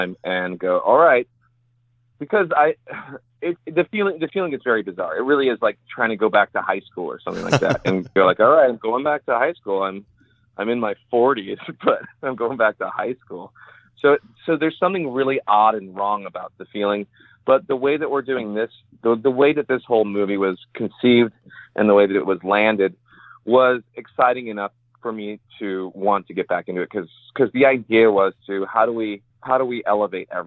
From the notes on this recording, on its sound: we hopped on the phone